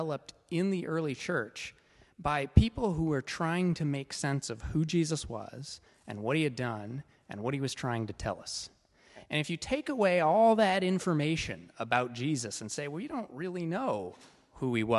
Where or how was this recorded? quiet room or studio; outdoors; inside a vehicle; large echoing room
large echoing room